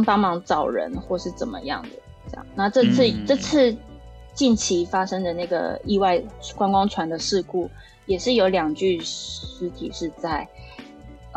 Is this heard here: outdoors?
no